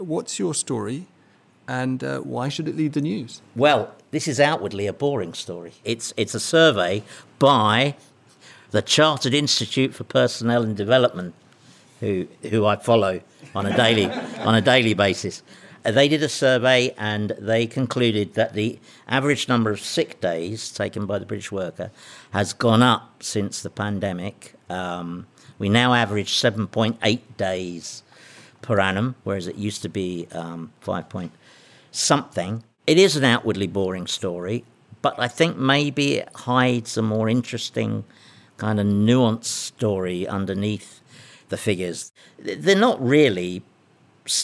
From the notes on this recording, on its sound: It was recorded in front of an audience in the Tortoise newsroom.